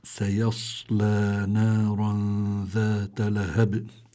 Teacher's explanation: سيصلى عن الصاد فيها صفات لابد من المحافظة عليها، يعني الواحد يحطها بذهنه لما يكون عم يقرأ. عن الصاد أول شيء من حروف الاستعلاء، يعني مفخمة، يعني اللي بيتولد من الاستعلاء التفخيم.